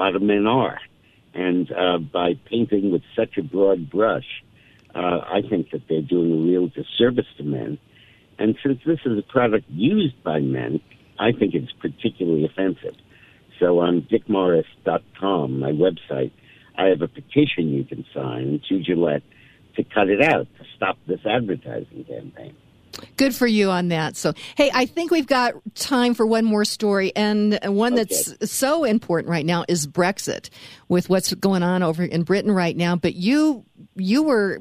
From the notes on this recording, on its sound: Joins the show by phone.